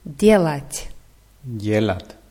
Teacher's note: Hm, die Betonung ist auf je.